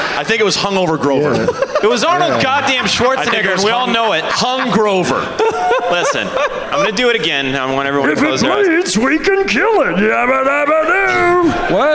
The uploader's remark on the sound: Live from The Woman's Club of Minneapolis